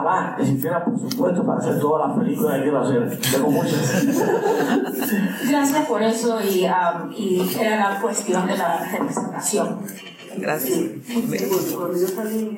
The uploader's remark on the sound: This episode features a Q&A session at Harvard University.